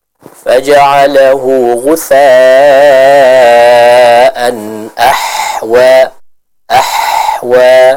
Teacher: kita membacanya dengan huruf ha yang lembut, yang mana ha ini dibaca dari tenggorokan atau dikeluarkan dari tenggorokan bagian tengah